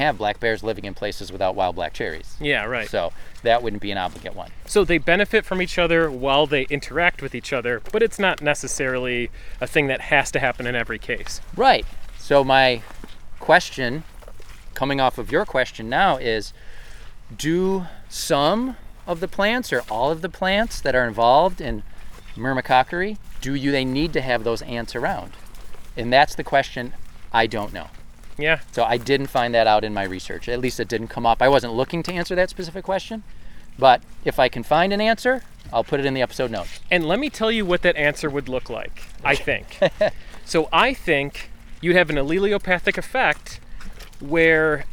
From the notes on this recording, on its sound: This episode was recorded at Nature View Park in Amherst, NY on April 24, 2019. Nature View is owned by the Western New York Land Conservancy .